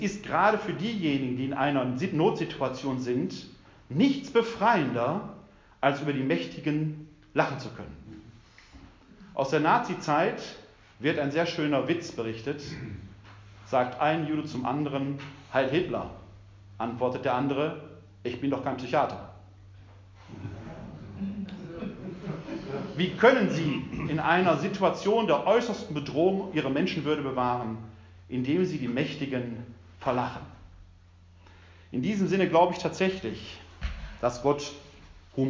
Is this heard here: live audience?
yes